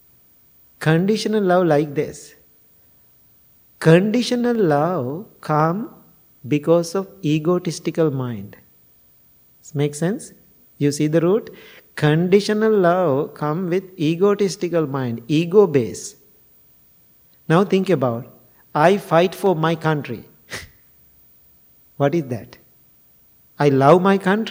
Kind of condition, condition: setting, large echoing room